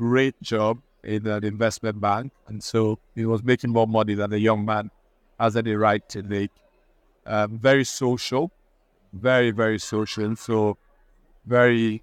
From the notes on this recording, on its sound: Recorded at the Alliance for Responsible Citizenship (ARC)